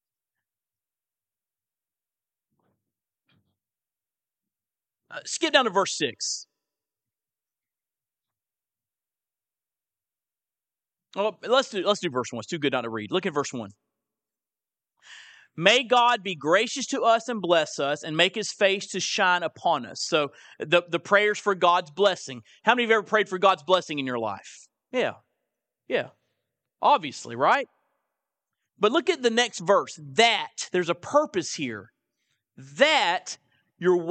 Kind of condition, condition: setting, large echoing room